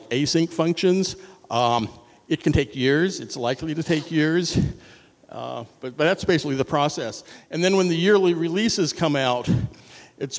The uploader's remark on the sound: This show live at ForwardJS. This show live at ForwardJS.